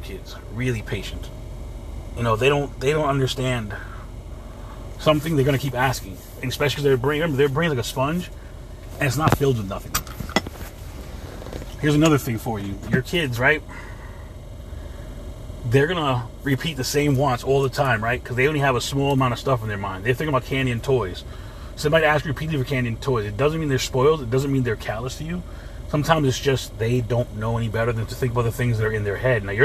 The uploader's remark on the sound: In this CarCast